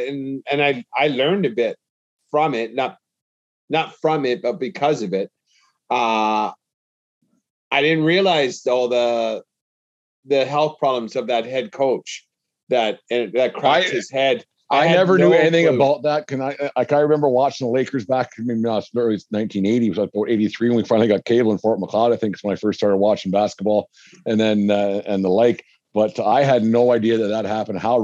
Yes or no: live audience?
no